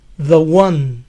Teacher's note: Dicen que para ellos la pronunciación de one suena como si estuviera escrito con W inicial